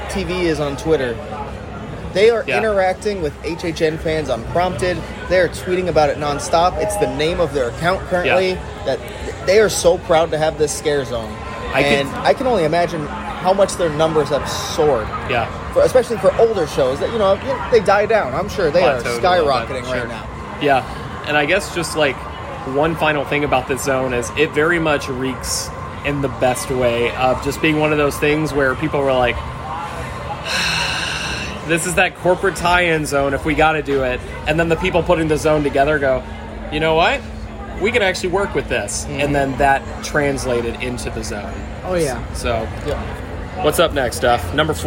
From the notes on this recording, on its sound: recording live at Universal!